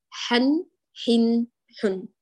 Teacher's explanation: أتممت الحركة ثم أتيت بالنون الساكنة · Term: التنوين